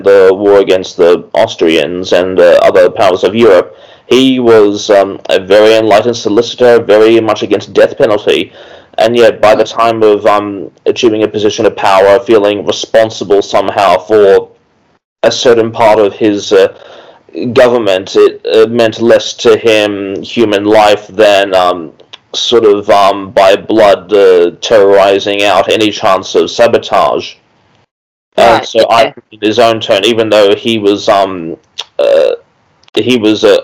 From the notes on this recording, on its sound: We apologise for the poor audio quality. At the time of recording Covid restrictions forced us to record remotely.